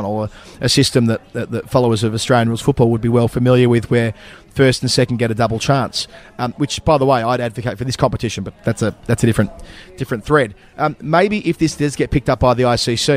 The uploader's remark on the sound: recorded from a couch in Birmingham and a pub in Dublin